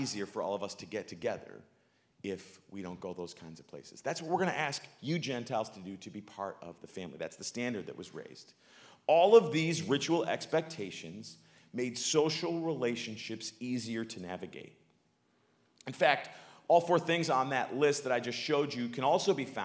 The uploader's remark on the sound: live from good news in the neighborhood, a new church